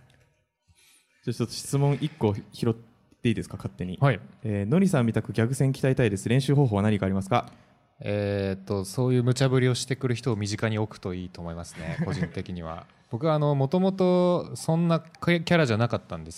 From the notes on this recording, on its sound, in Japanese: 200回記念の公開収録です！当日の様子をなるべくお届けできるように、BGMなし、カット少なめでお送りします。イベント当日はLT会と公開収録、懇親会と大盛り上がりし本当にありがとうございました。